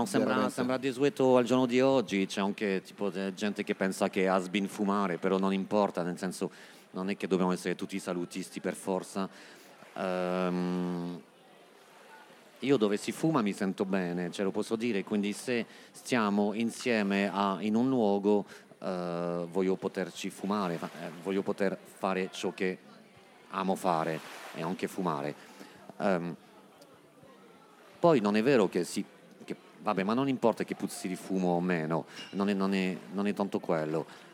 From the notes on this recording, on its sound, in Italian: Una puntata registrata dal vivo a una serata a tema Pigneto (il quartiere di Roma) tenuta però assurdamente ai Parioli, organizzata da Zero, la rivista che ormai da sempre racconta la vita notturna delle città italiane.